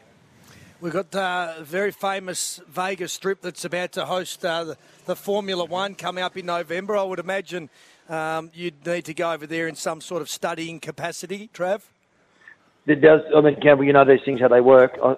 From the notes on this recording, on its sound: live from Sheen Panel Service Lilydale